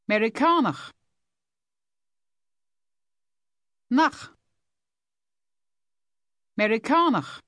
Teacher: The ending of this word is something like the English H, but it's more guttural.